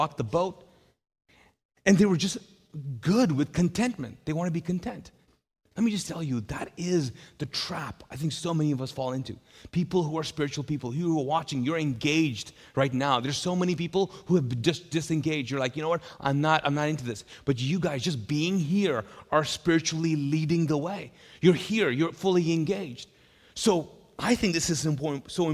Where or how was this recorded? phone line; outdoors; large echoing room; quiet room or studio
large echoing room